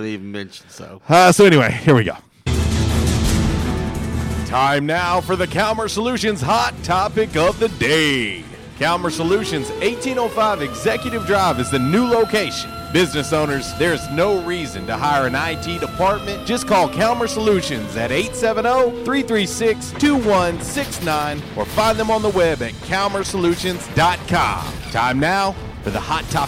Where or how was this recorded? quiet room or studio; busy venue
busy venue